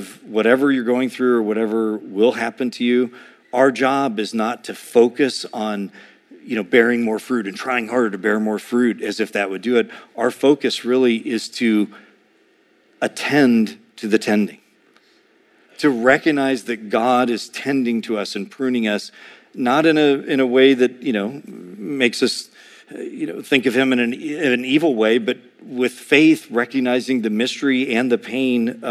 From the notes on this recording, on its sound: A sermon preached